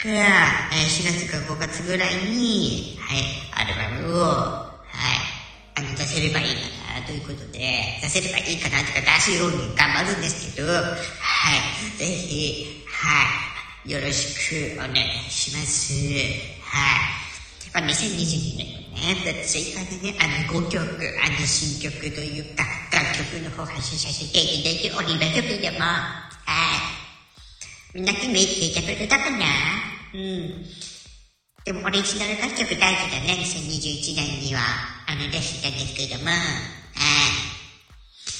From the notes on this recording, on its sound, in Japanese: 公開収録。Stand.fm。